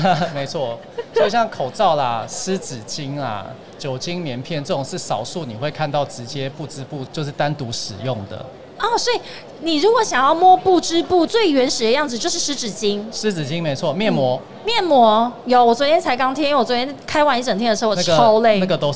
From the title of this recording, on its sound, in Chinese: 2021 Medical TW特別企劃 Live Podcast